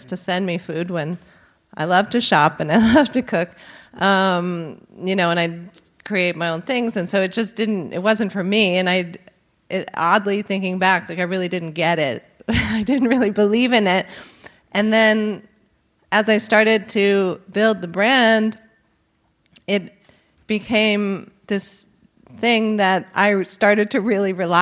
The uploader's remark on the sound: General Assembly NYC. A robust Q&A from the live audience.